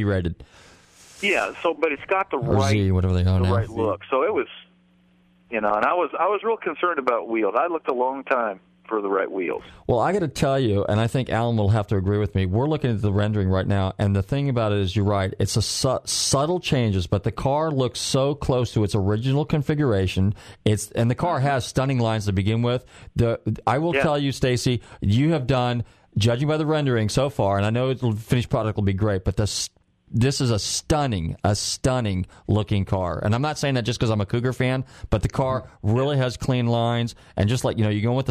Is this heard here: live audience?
no